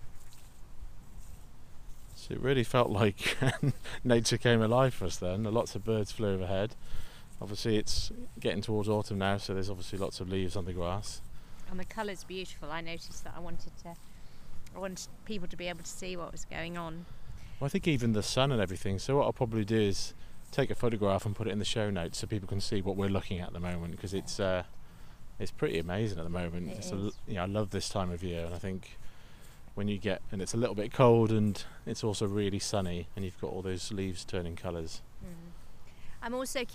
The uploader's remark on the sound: on a mindfulness walk, outside in the Welsh countryside